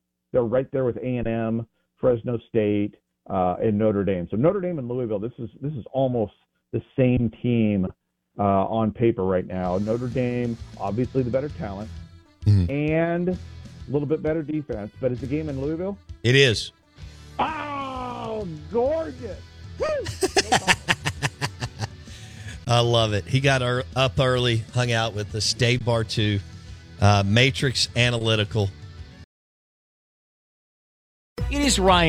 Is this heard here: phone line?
yes